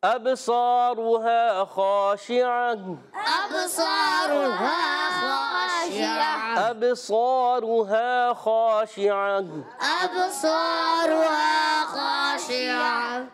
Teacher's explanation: اب با ساکن ہے، حمزہ با زبر، اب با ساکن کلکلا کریں گے، صاد الف زبر سو، صاد موٹا رکھیں گے، اس کا الف بھی موٹا پڑھیں گے. ٹھیک ہے، صاد عرف مستعلیہ میں بھی ہے، عرف مطبقہ میں بھی ہے، ایکسٹرا موٹے حروف میں سے بھی ہے.